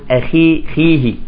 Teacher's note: الخاء إذا كانت مكسورة يجب أن لا نبالغ في التفخيم